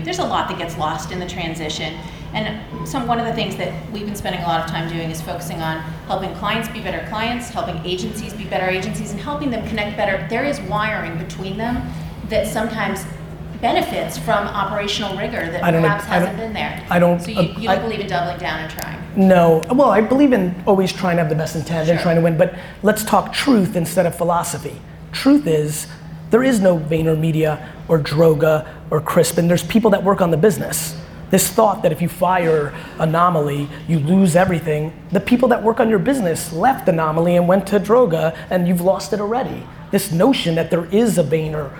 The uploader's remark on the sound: A Q&amp;A/Keynote style conversation I had in Cannes at the Young Lions Creative Academy. Young Lions Creative Academy Keynote. A Q&A/Keynote style conversation I had in Cannes at the Young Lions Creative Academy.